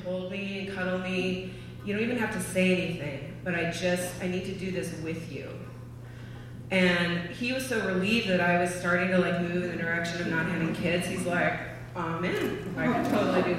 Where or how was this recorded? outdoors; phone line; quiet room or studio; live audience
live audience